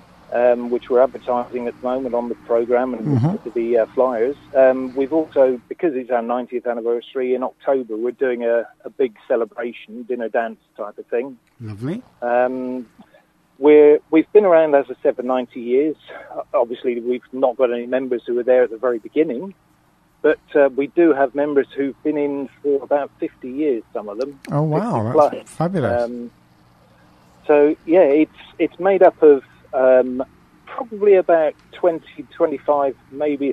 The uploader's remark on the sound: joined on the phone